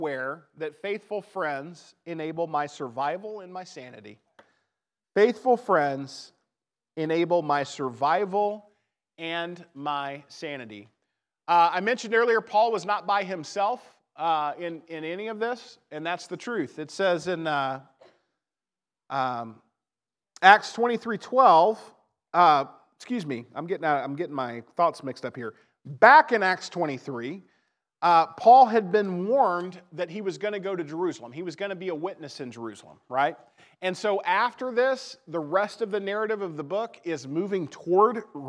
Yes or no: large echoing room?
yes